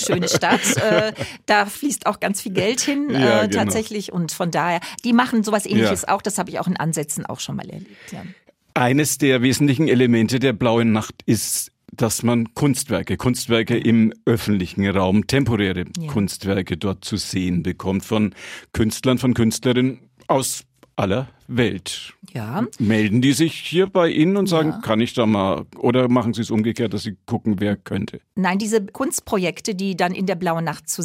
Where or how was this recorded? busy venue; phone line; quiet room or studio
quiet room or studio